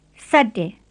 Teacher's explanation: make sure you keep the S tight and don't let any H sound come between it and the ate · Term: plain s